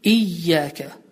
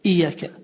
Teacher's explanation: iyyâke sözündə olan, y hərfin üzərində olan şəddədir. Və bu şəddə zamanı iki dəfə həmin hərif şəddələnməlidir · Shown in: first take · Düzgün tələffüz, iyyəkə.